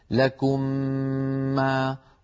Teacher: فندغم الميم الأولى في الثانية فيصير النطق هكذا لكم ما، وتكون الغنة أطول ما تكون أكمل ما تكون، سنأتي إلى مراتب الغنة بعد قليل. · Term: الإدغام